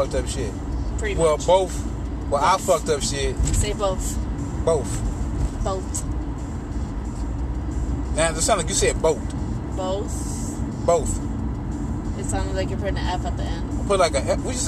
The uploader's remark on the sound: Bonus episode in the car